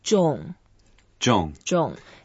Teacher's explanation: It's a fourth tone, so we go down.